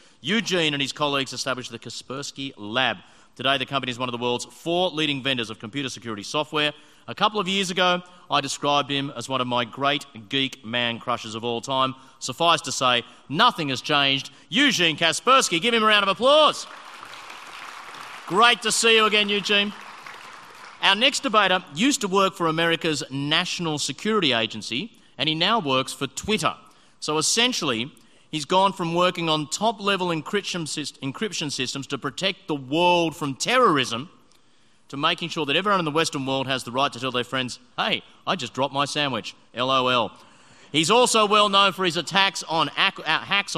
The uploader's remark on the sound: The following is a recording of the traditional closing event of the AusCERT event